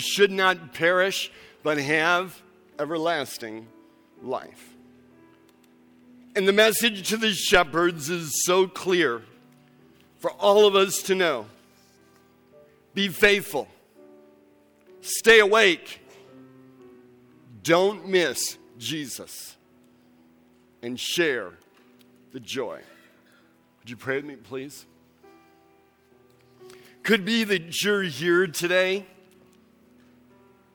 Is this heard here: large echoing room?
yes